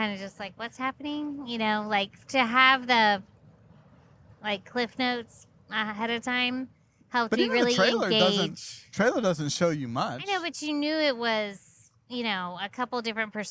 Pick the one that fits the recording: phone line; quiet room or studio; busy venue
busy venue